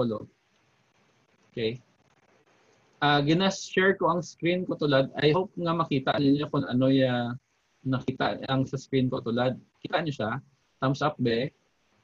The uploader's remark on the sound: This podcast is the first zoom meeting of ISCOF-SEC BSIT 2 Students in their subject ITPE 1.